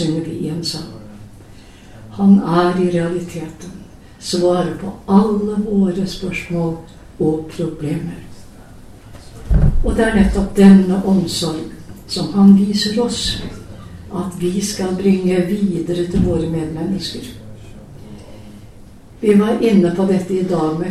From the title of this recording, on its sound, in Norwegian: Lydopptak av gudstjenesten 16. august